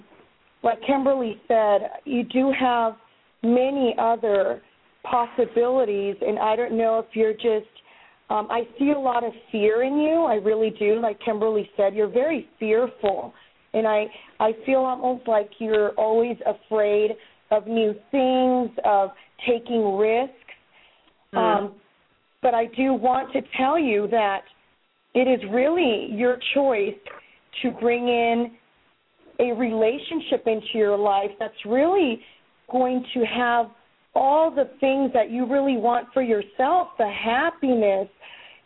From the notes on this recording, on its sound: We will be taking LIVE callers